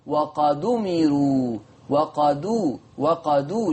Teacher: زي وقد أمروا، وقد أمروا، شوفوا الدال عليها رأس الحاء وورا منها الهمزة في الكلمة التالية، فلما أعمل نقل هشيل الهمزة واخد الضمة وحطها على الدال فتبقى الدال مضمومة · Term: حكم النقل